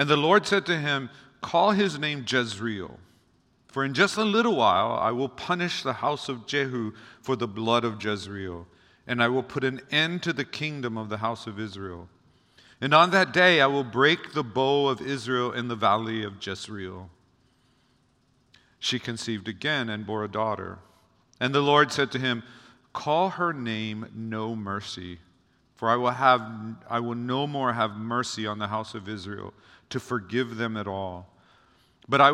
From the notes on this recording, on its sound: Recorded on January 6, 2024 at Waialae Baptist Church.